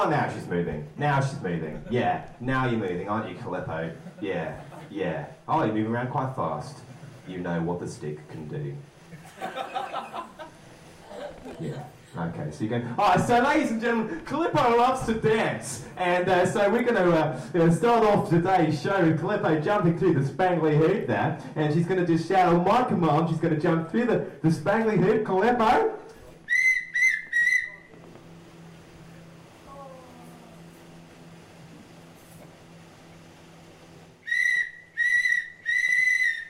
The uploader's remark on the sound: More live stand-up. The recording was too fuzzy! With apologies for sound quality in general. Dead Frogs Society is a comedy night running last Wednesday of the month (not August) at the Thunderbolt on Bath Road, Totterdown, Bristol.